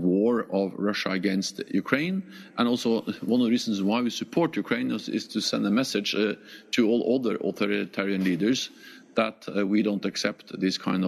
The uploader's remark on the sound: a special live interview from the Berlin Foreign Policy Forum